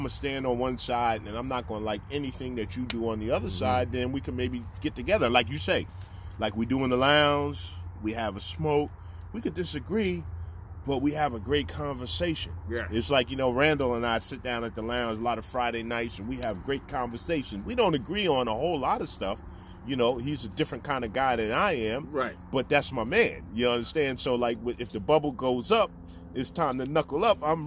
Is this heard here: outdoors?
yes